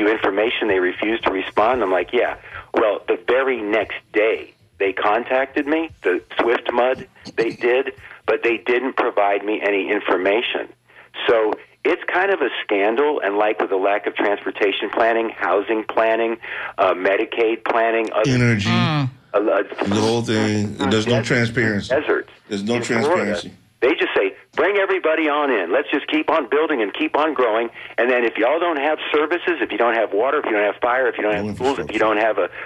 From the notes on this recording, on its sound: Unique magazine format call-in show.